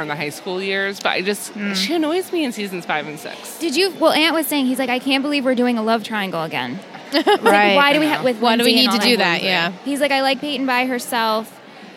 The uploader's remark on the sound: Recorded LIVE from TRIC.